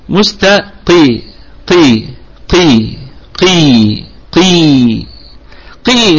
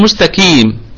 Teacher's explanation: استبدل القاف المفخمة دائما بالكاف المرققة دائما، هذه لها مخرج وهذه مخرج